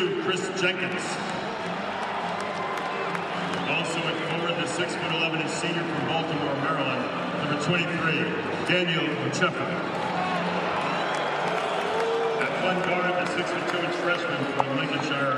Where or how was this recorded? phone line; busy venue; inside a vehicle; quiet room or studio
busy venue